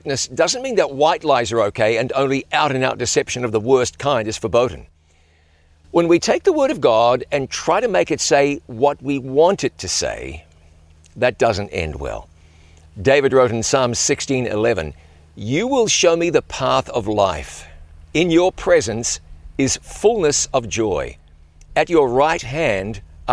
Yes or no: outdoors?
yes